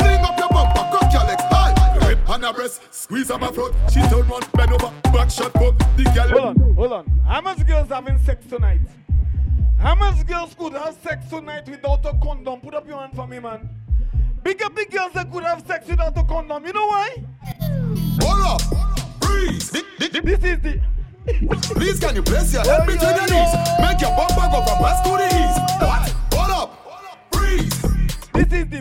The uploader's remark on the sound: LIVE AUDIO FROM PRIVASEA PRESENTED BY UMYX